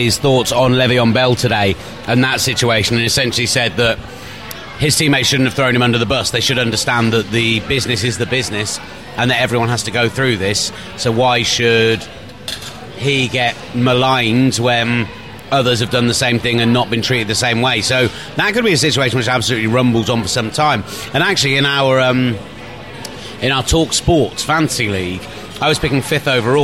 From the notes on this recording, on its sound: live from a random restaurant in South West London